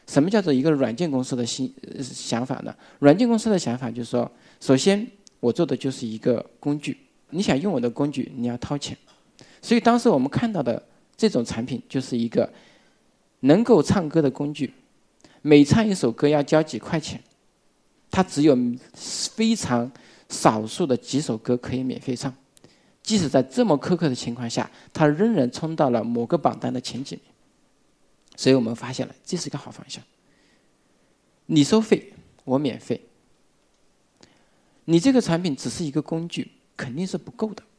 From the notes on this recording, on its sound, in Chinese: 一席现场